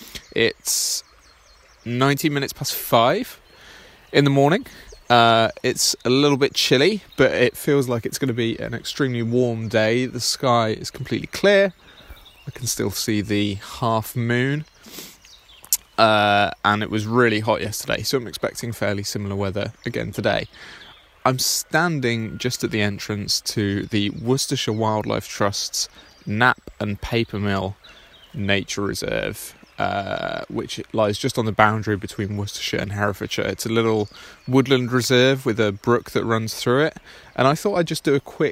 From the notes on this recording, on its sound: This episode is a short recording of a walk I did on this morning in early May, covering some of the birds I can hear at my local nature reserve